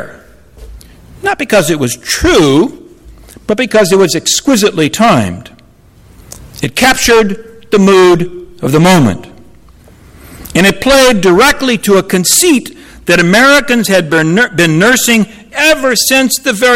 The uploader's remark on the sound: Audio recording of a lecture delivered on Apr.